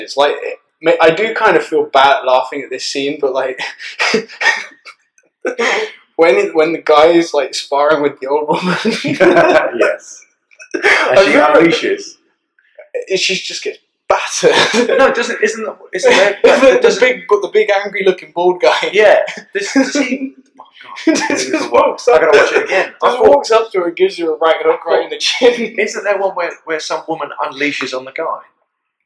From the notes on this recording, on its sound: The camera cut out for some reason. As the episodes go one, things will go smoother, and the audio/video quality will improve as equipment and better camera technique is used.